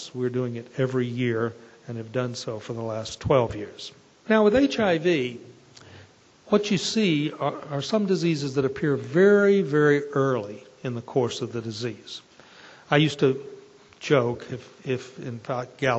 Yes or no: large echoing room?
yes